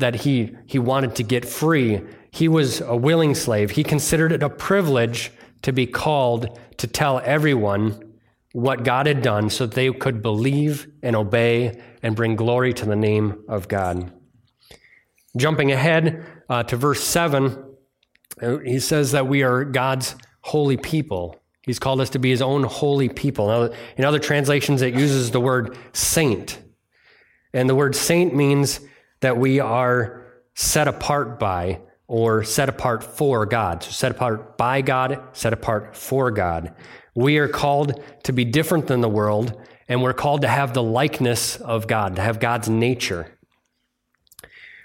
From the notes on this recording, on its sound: It was delivered on Sunday, July 16th, 2023 at Bible Center Church in Maiden Rock, Wisconsin.